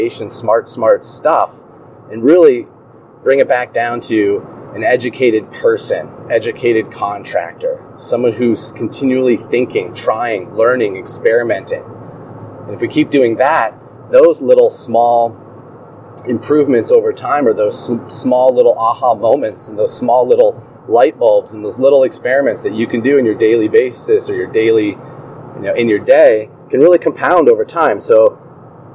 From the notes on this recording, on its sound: records live from Highway I-15 in Salt Lake City, Utah.